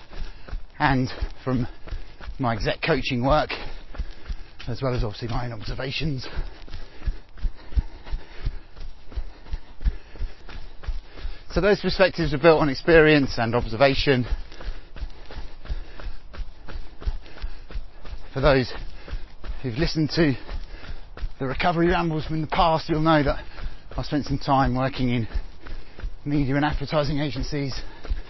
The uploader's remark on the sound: All recorded on the run.